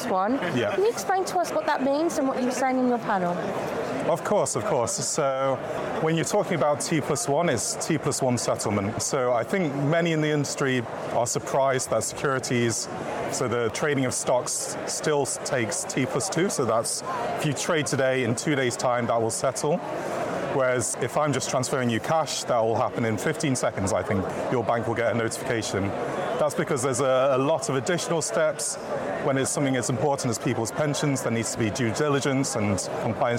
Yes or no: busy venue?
yes